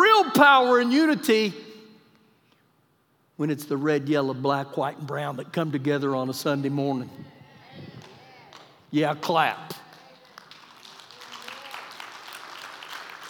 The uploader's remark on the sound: Recorded live during our Sunday service on 07-26-2020